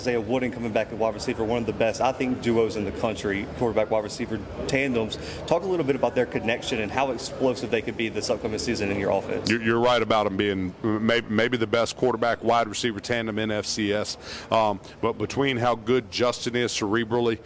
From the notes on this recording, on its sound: The Bluebloods are live from United Athletic Conference Media Day in Arlington, Texas.